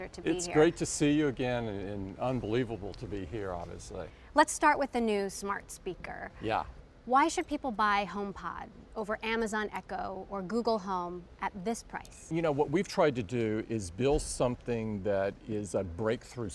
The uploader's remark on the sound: an exclusive interview from the Apple Worldwide Developers Conference in San Jose, California